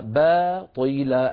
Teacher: باطلا، الباء مرققة والطاء مفخمة